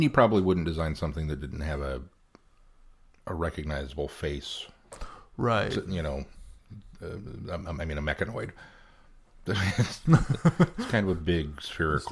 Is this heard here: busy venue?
no